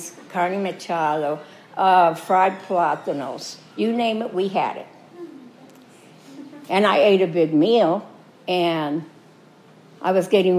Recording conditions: large echoing room